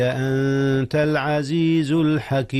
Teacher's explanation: جاء الإخفاء هنا يا أستاذنا. أخفي النون في الضمير قبل التاء، والتاء من حروف الإخفاء